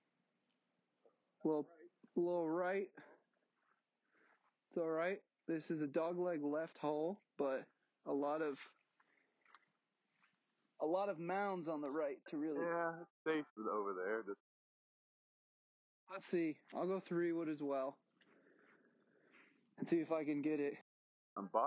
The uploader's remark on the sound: LIVE From the Course!!